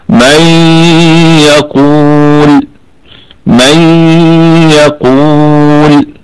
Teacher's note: فتدغم النون الساكنة مع حرف الياء فستكون في الدرجة الثانية من درجات الغنة